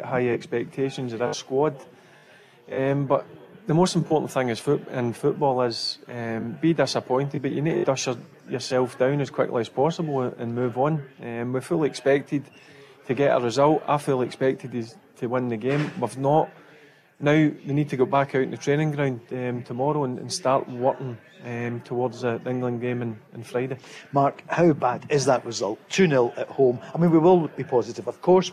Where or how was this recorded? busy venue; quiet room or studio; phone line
busy venue